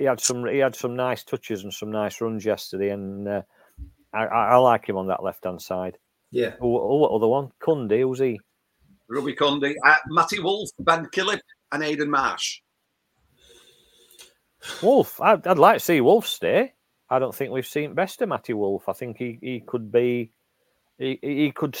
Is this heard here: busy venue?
no